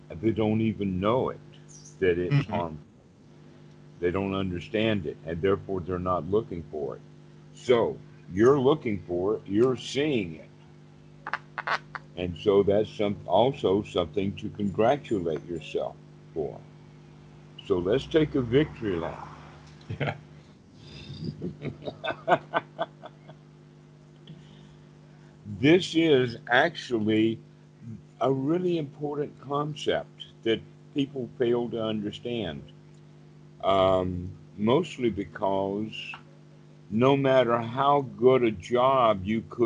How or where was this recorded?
video call